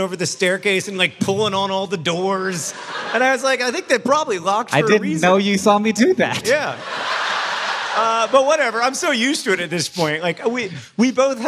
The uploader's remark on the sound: Live in Raleigh, NC!